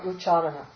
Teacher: I always aspirate uchcharana for some reason.